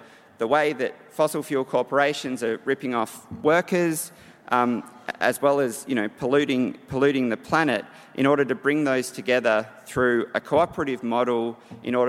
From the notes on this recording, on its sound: Environmental Justice 2017 Conference Keynote. From the 'Environmental Justice 2017' Conference, held at the University of Sydney.